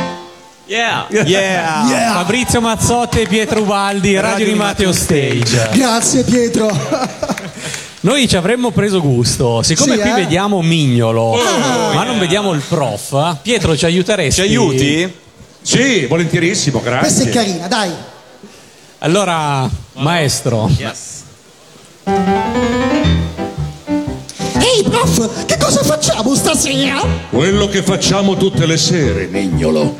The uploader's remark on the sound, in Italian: Dal palco centrale di Lucca Comics & Games 2018